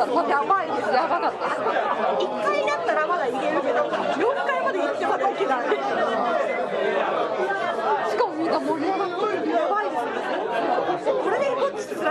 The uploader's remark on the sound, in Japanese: 神田駅オフ会（？）収録三軒目です！居酒屋での収録の為、外野が大変騒がしくなっております。